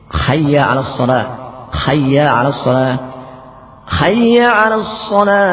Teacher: Berikutnya mengganti ha dengan kha sehingga menjadi khayya ala salat